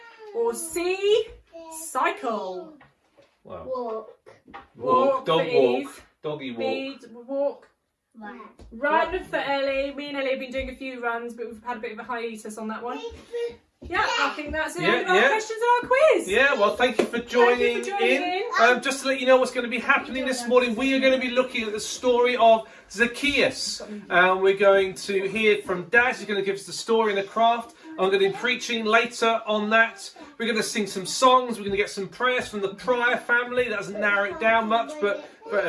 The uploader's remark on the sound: An audio of the live streamed service